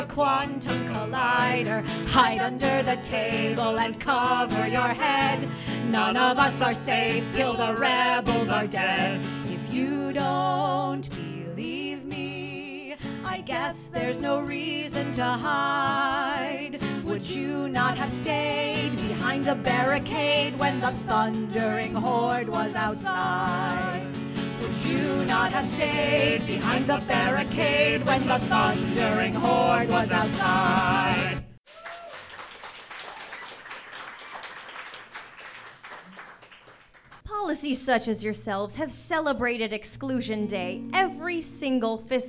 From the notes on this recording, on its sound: This musical episode was recorded live at iO Chicago with Improvised Star Trek.